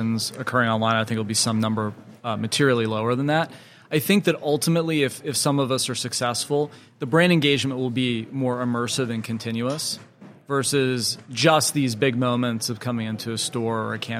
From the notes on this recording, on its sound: Live from the eTail East trade show in Boston, MA. Live from the eTail East trade show in Boston, MA.